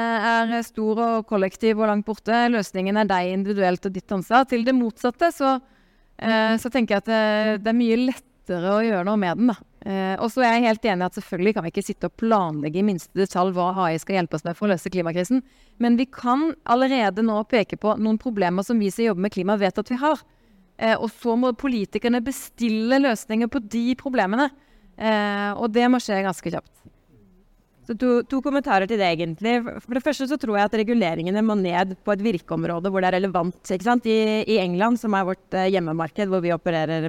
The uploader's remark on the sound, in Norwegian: LIVE fra Arendalsuka 2023